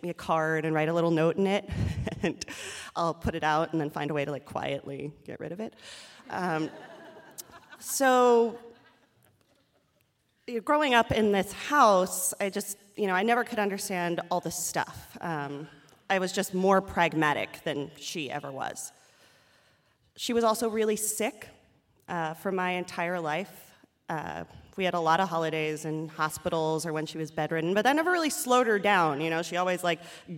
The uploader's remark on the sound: Live from Tarrytown. A special live edition of The Moth from Tarrytown, New York.